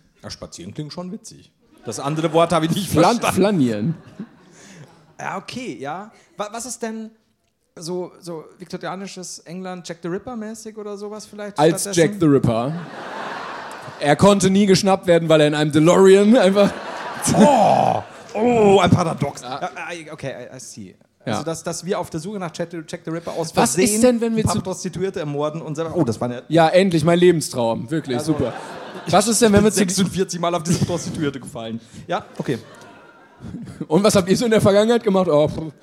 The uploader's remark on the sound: LIVE in Berlin